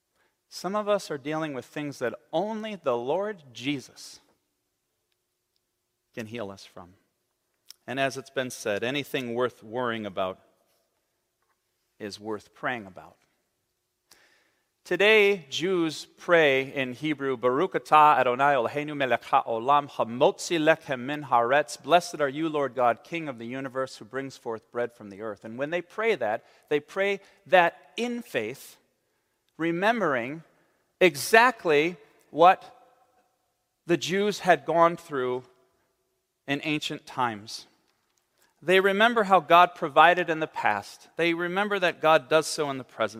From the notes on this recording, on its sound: on the Third Sunday in Lent, March 12, 2023, at Central Reformed Church in Grand Rapids, Michigan.